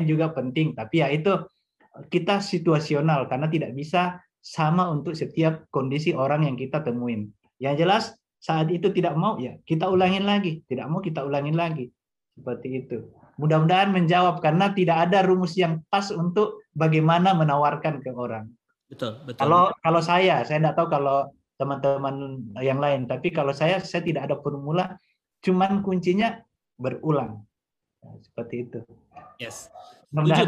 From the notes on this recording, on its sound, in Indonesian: Podcast ini adalah hasil rekaman dari Webinar "UNIHEALTH - Bisnis Banyak Manfaat" pada sesi Q&A.